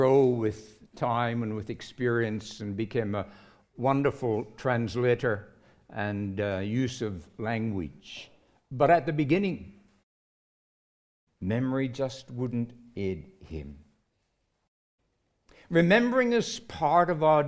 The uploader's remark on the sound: recorded live at Grace Community Bible Church